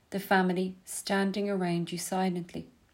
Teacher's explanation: That hushed S sound respectfully captures the striking, shocked silence of the family as they all gather around their loved one's body. · Term: sibilance